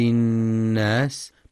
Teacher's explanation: مع بيان صفة الهمس والصفير في السين